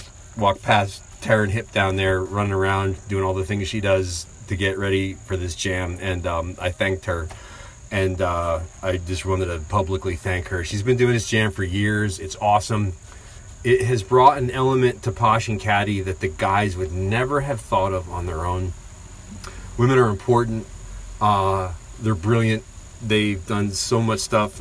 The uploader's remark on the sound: The podcast recorded at Catty Woods in Catasauqua, PA.